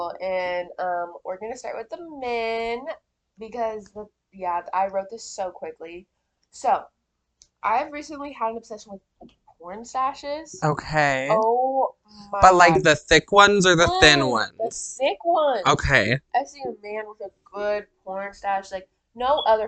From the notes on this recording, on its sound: We are still having trouble with our mics but we are actively working on improving the sound for you guys.